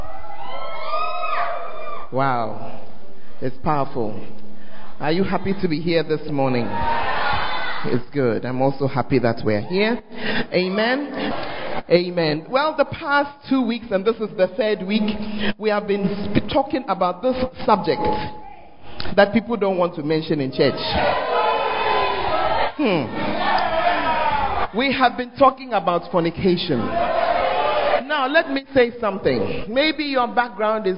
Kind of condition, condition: setting, large echoing room